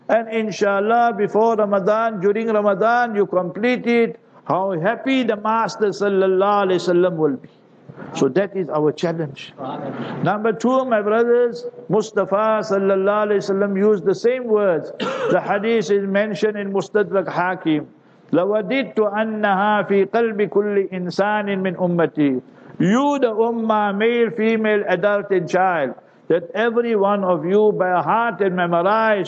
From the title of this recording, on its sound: Jumah Lecture at Glenearn Road Soofie Masjid